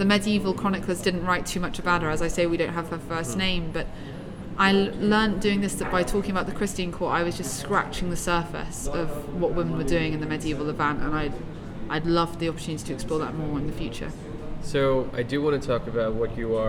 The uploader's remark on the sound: Recorded live at the Jaipur Literature Festival 2022.